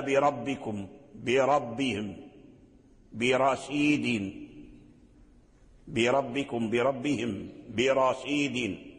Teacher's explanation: كل هذا الراء هذه الراءات بالتفخيم، وقد تقدمها كسر، لكن الكسر واقع على الباء، والباء ليس من أصل الكلمة، فأصل الكلمة هو رب ربكم، فينفصل عنها.